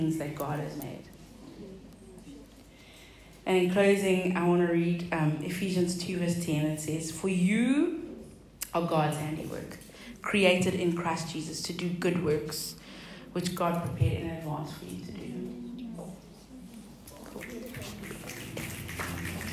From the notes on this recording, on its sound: delivered at a local women’s event called Tribe Meet Up